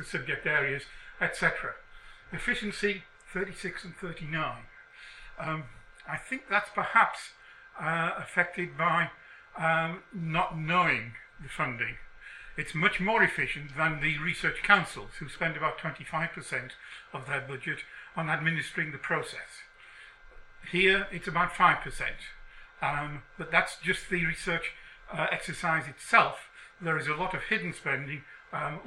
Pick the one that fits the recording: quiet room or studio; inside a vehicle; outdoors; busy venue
busy venue